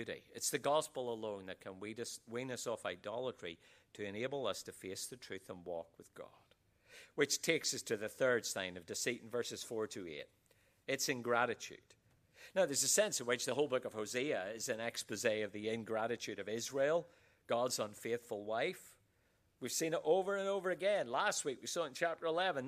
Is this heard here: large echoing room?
yes